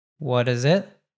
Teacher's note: Another glottal T at the end of it